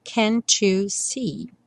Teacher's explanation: Entre o can't e o you, nós temos novamente aquela situação onde uma palavra termina com T e a próxima palavra é you. E aí é frequente esse T virar tch e você ter can't you, que soa igual o número 2.